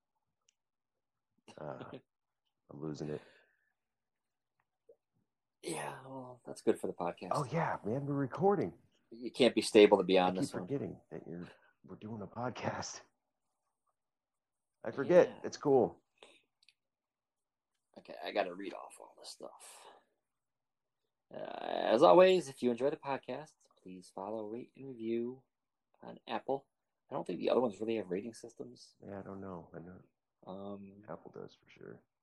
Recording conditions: video call